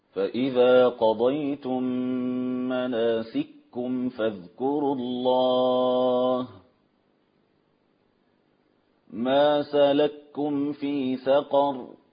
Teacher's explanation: الإدغام الكبير في كلمة واحدة للمتماثلين